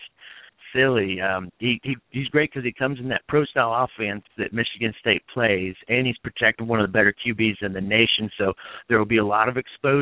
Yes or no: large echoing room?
no